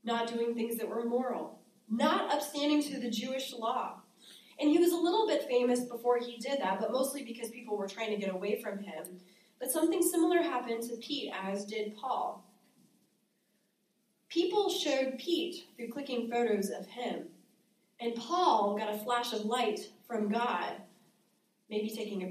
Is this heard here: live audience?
yes